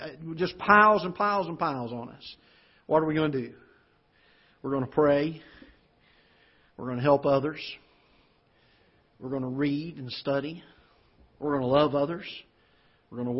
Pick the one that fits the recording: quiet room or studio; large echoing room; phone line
large echoing room